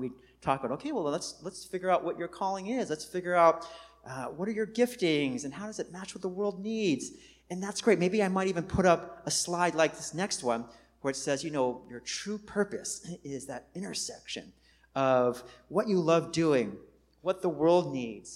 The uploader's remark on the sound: Recorded on 2016-09-04 at the 11:30am Service.